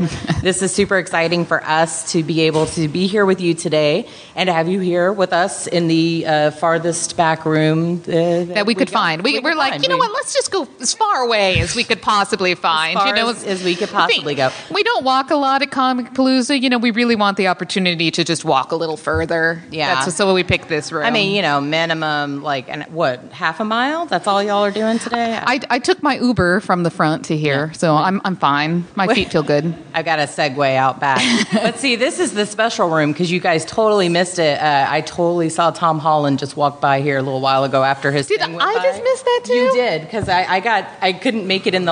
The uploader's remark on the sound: LIVE from Comicpalooza with Cards Against Humanity. We also had some very special guests and listeners leave some awesome messages, and you will hear those throughout the live game play. We have included those soundbites and voicemail messages throughout the show.